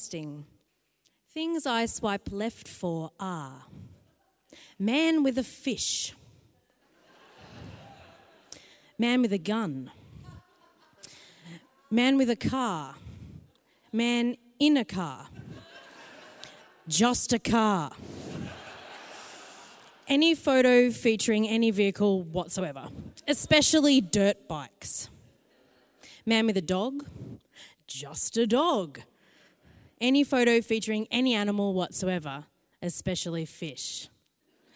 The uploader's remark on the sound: recorded at The Collingwood Town Hall on December 6, 2019